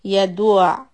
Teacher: So from Ya Du, the rounded lips, you come to Ayn and flatten the lips.